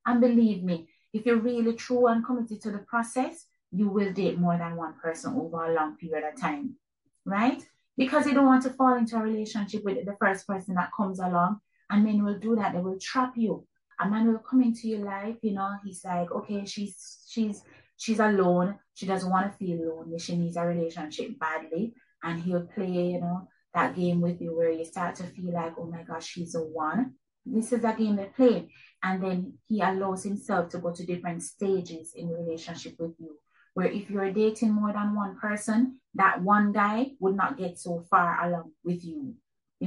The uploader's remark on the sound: Please forgive the audio quality of this episode